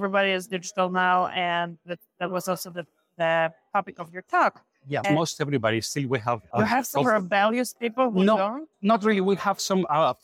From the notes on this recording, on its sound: Recently, we were at the Digital Pathology and AI Congress in New York organized by Global Engage. We decided to record this episode right there, surrounded by the buzz of the conference. No fancy preparations, just real and raw insights for you.